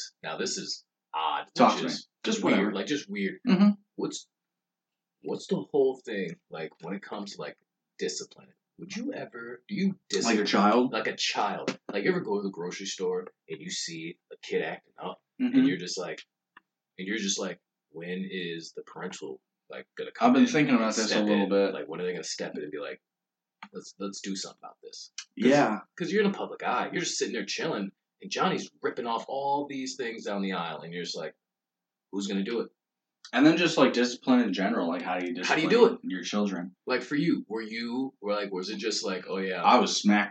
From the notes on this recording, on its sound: I apologize for the poor audio. Just imagine we're on a zoom call even though we aren't.